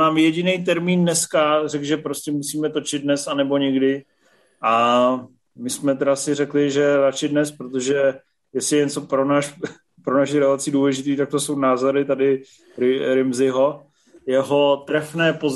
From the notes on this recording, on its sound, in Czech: Nejnovější MZ Live nečekaně přes Zoom